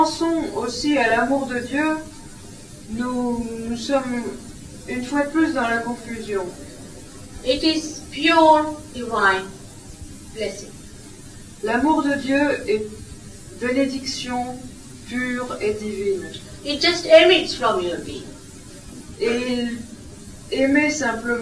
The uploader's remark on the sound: At a Sahaja Yoga public program in Nice, France. With French translation.